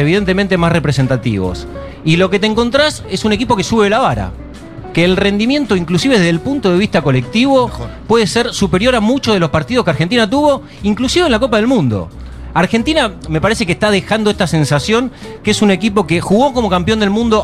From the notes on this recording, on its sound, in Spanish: en vivo en Yunta Bar